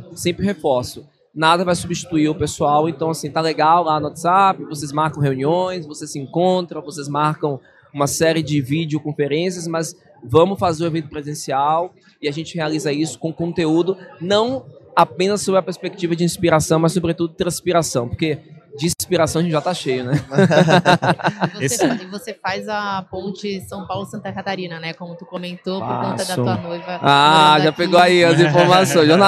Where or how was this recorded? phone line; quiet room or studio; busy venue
busy venue